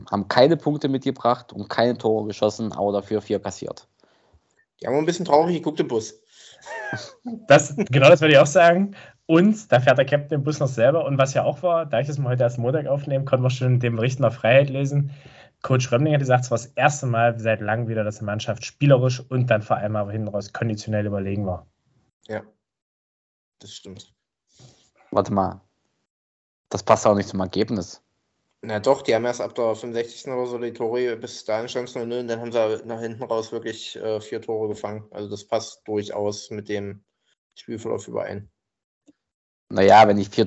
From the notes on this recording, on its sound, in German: Wir haben eine späte, übermüdete und digital aufgezeichnete Folge gemacht. Auch digital aufgezeichnet, mit allen Problemen, die es mit sich bringt, aber dafür war es doch solide.